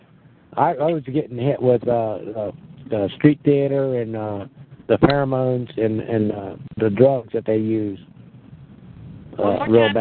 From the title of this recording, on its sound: FFCHT Conference Call